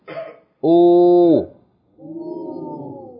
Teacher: Hamza with Dhamma followed by Wow, that means the Dhamma is being elongated.